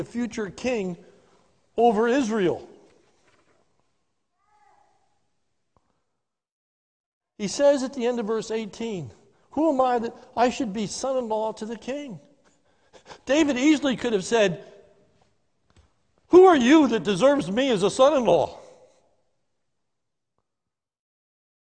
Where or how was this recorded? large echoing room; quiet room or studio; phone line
large echoing room